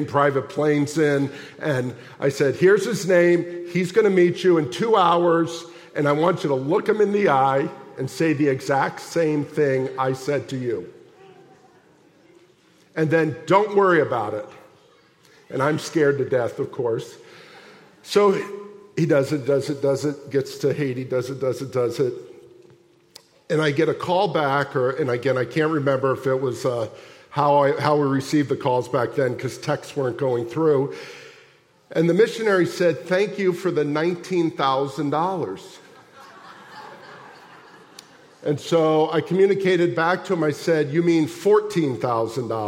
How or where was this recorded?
large echoing room